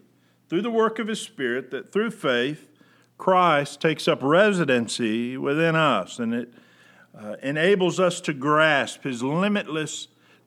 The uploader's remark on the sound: Preached July 19, 2020 at General Baptist Church God's House of Prayer in Fairborn, Ohio